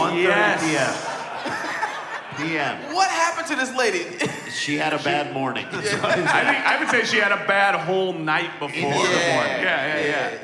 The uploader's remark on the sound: DPT LIVE. This week Dumb People Town goes live.